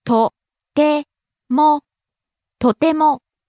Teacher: Rises on the second syllable, te, and stays high.